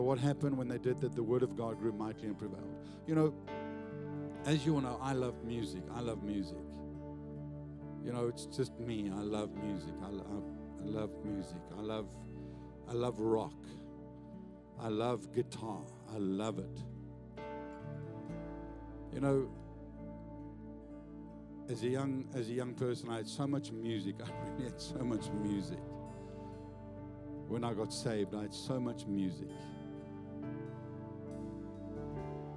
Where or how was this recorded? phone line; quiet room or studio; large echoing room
large echoing room